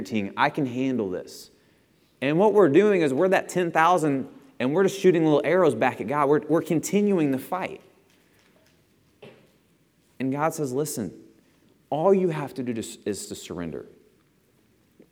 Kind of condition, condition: setting, large echoing room